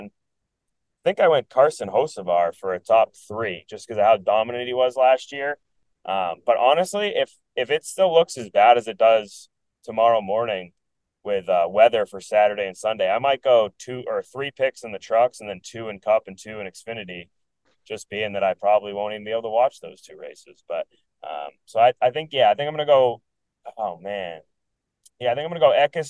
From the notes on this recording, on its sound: Live from a moving vehicle